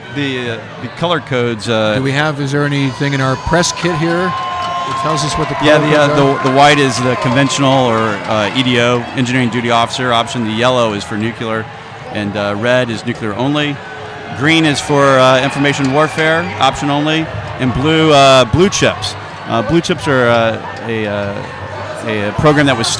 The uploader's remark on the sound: Live from USNA's Ship Selection Night. All the action live from the Naval Academy's Ship Selection Night.